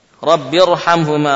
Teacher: Ra-nya sukun, sebelumnya kasrah. Tebal apa tipis? Tebal. Keluar dari kaidah. Kenapa? Ada hamzah wasal.